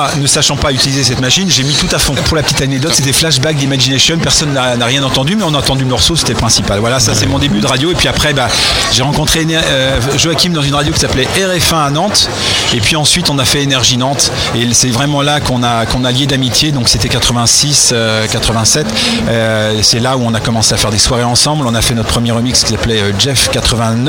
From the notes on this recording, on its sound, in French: Podcast En direct du Dock B à Pantin.